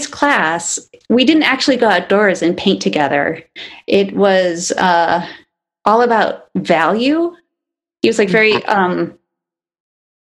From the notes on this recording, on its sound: via zoom